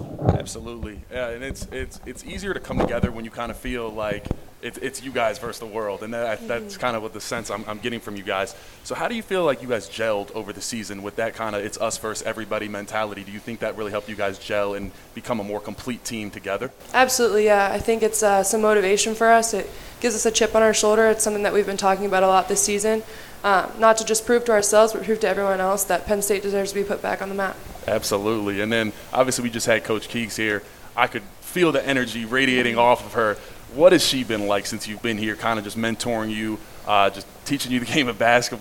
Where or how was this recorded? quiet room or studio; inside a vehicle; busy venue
busy venue